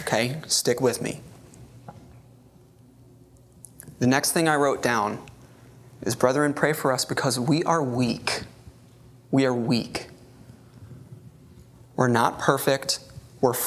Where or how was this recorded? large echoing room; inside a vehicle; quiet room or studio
large echoing room